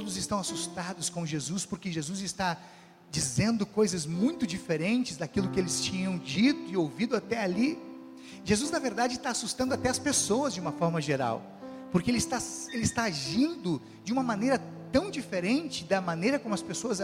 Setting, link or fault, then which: setting, large echoing room